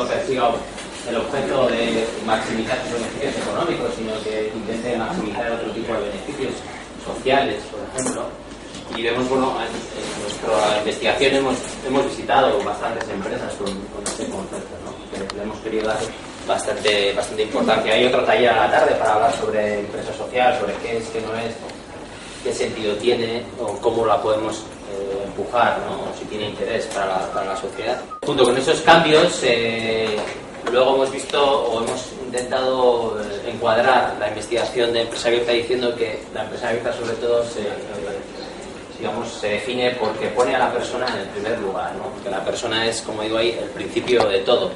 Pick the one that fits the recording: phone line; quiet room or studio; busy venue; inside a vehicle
busy venue